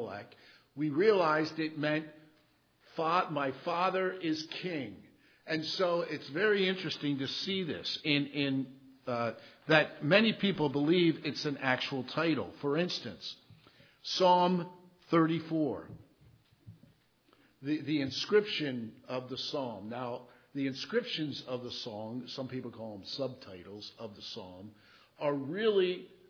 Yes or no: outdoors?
no